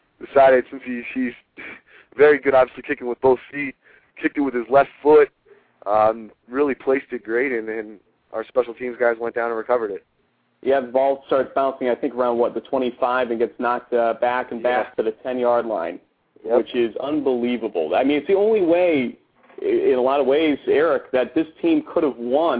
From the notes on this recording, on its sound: The ONLY weekly call in show devoted to in-depth and exclusive coverage and analysis of Liberty League college football.